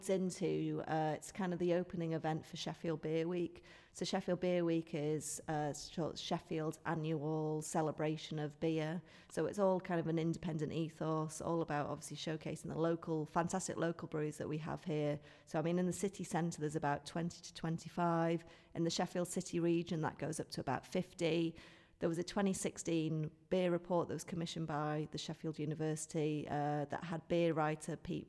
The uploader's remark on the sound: We hosted an intimate conversation and audience Q&amp;A. Listen in to our first collaborative podcast in which we hosted an intimate conversation and audience Q&A with one of the world's leading beer writers. Hear a little Kurious Arts studio chat inbetween. Followed by this event and podcast recording. Interview Recorded by Cornucopia Radio.